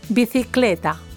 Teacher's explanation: Our storyteller is from Spain, so the Z and sometimes the C are pronounced like the TH in the English word think.